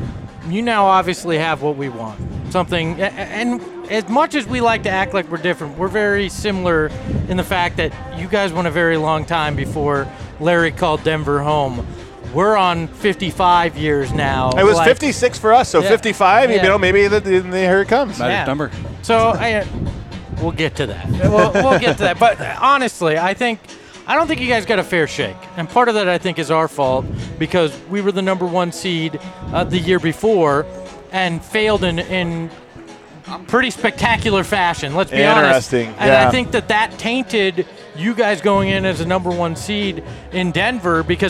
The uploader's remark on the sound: live from Circa Stadium Swim